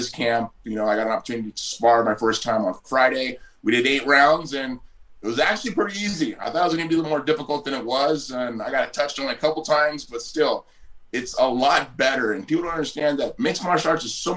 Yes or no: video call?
yes